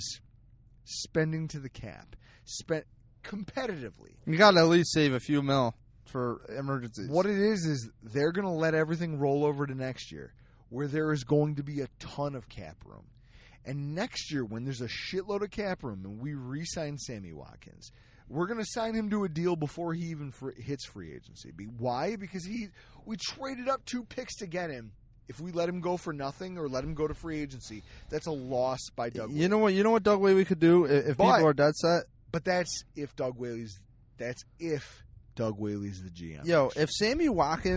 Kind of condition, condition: setting, inside a vehicle